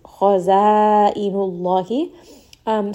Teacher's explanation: So kha is heavy, but za is light. So make sure that the med also does not become heavy.